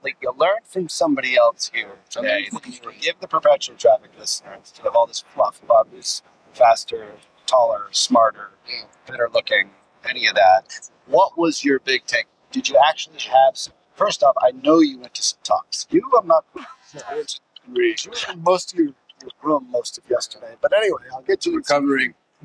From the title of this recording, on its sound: Vegas! On Location - Traffic and Conversion Summit 2024